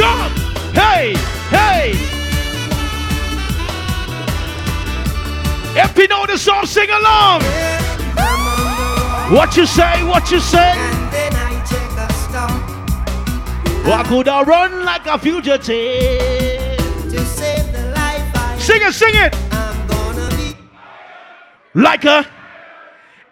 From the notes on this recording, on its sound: Live in Zimbabwe 2023